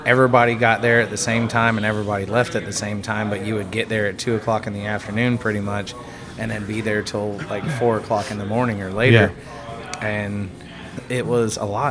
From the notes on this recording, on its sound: Recorded at Secret Sagittarius Bierworks in Pensacola.